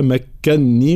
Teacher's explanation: تشديد الكاف وتشديد النون مع الغنة الكامنة